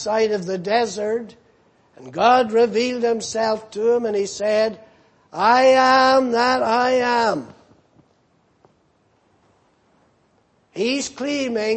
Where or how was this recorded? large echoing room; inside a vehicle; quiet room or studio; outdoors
large echoing room